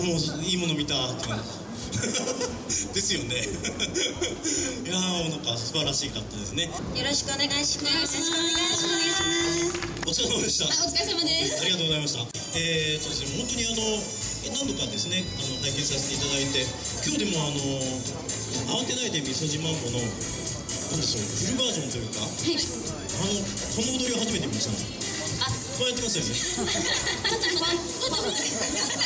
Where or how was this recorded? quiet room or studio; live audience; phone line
live audience